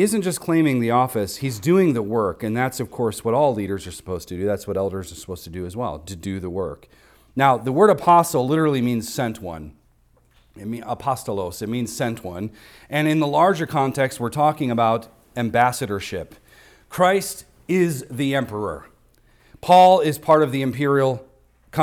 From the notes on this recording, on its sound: recorded on Sunday, January 14th, 2024, at the weekly worship gathering of Cross & Crown Church.